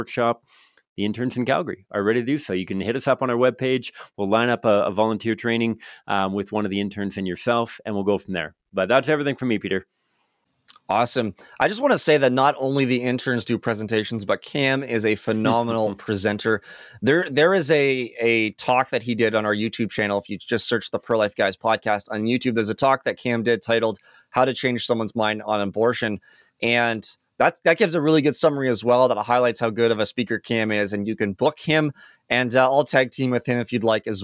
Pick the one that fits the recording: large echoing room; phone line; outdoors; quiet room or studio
quiet room or studio